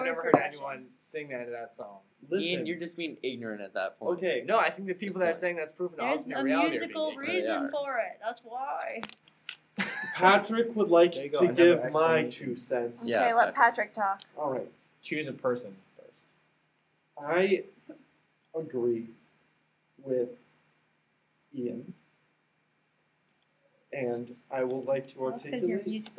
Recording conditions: poor sound quality